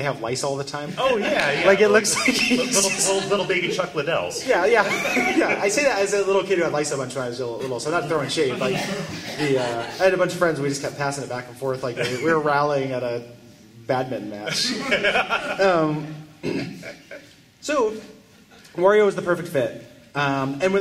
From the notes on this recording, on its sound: This live episode from the Portland Retro Gaming Expo 2017.